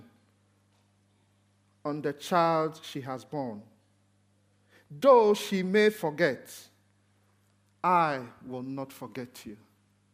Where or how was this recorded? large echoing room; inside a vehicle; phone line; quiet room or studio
large echoing room